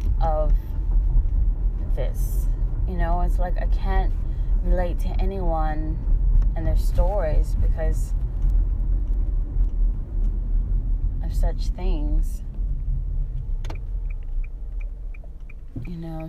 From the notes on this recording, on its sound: Drive with me 12. A morning ramble. Apologies in advance, there is a weird pause static at the end.